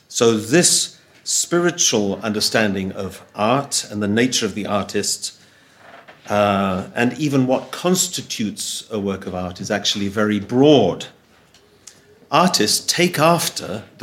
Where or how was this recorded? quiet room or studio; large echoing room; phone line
large echoing room